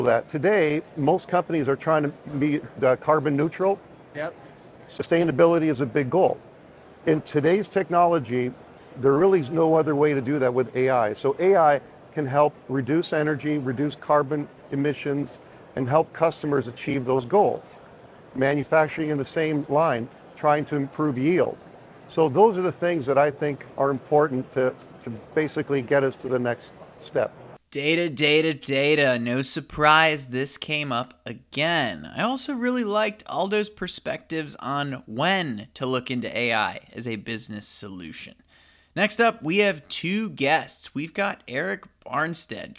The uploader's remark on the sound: Live from the Smart Manufacturing Experience. Asked industry experts these questions live at the Smart Manufacturing Experience at SOUTHTEC.